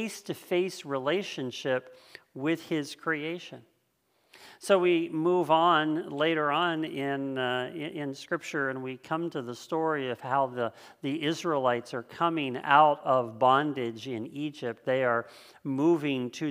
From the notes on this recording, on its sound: This sermon was originally preached on October 4th 2020 at Linglestown Life Church in Harrisburg PA.